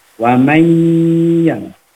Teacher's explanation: Nah, nun sukun bertemu dengan ya, maka itu harus kita dengungkan. Dengungkan itu kita tahan ya. · Term: idgham digunah